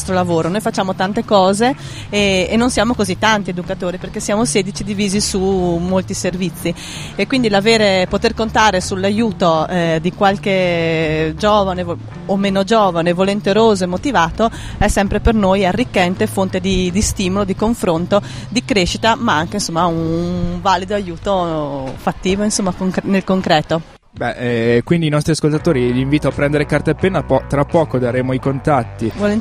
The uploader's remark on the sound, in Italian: In questa puntata speciale in esterna, in diretta da piazza Mostra in occasione dell'evento "Una vita da social", organizzato dalla polizia postale